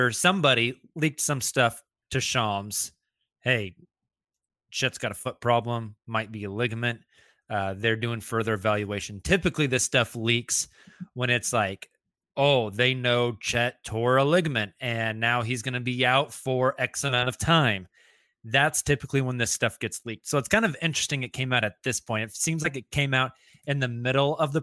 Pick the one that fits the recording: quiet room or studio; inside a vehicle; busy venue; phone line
quiet room or studio